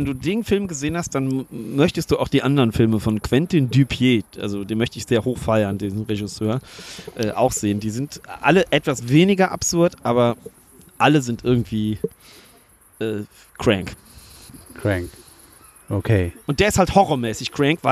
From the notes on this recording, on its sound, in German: Live aus dem Schrader-Garten. Vor einem äußerst red- und trinkseligem Live-Publikum erzählen wir bei einbrechender Dunkelheit Horror-Geschichten aller Art aus.